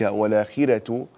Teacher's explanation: والآخرة رقق الراء في الآخرة